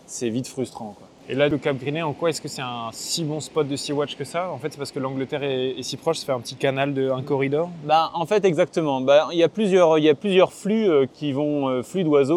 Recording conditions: outdoors